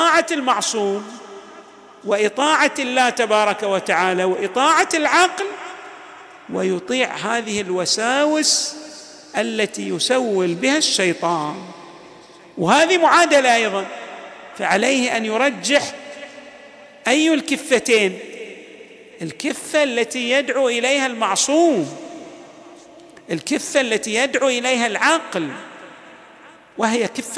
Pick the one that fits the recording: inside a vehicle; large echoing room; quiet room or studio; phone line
large echoing room